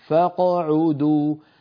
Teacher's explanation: فالقاف الساكنة لا تتأثر بالفتحة قبلها ولا بالضمة بعدها فلا نقول فقعدوا ولا نقول فقعدوا لا هذا صحيح ولا ذاك صحيح.